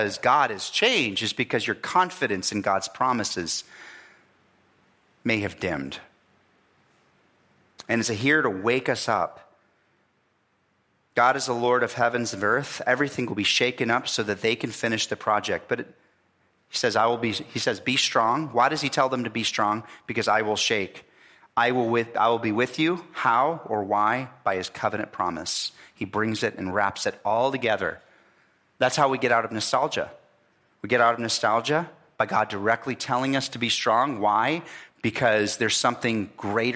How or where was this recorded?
large echoing room